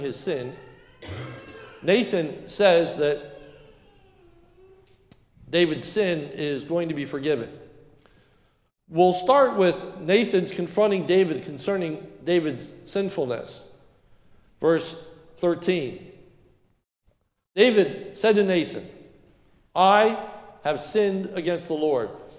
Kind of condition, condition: setting, large echoing room